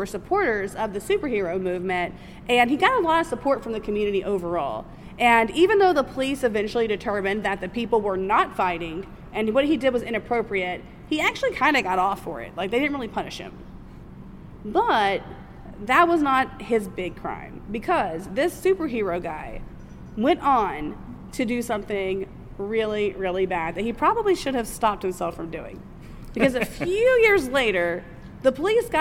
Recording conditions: busy venue